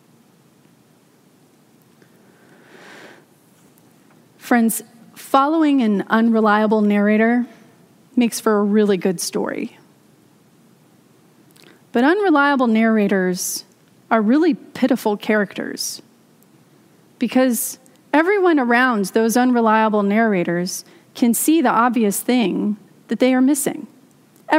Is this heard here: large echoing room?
yes